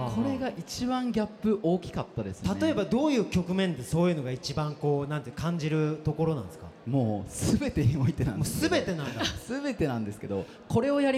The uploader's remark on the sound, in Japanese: 就職イベントPREMIUM CAREER FORUM。国内最大級の就職イベントCareer Forumでおなじみ株式会社ディスコ主催のPREMIUM CAREER FORUMで「シューカツの王」初の公開収録を決行！